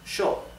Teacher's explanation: the pronoun I, yo, is pronounced sho in Argentina and in Uruguay · Term: sh sound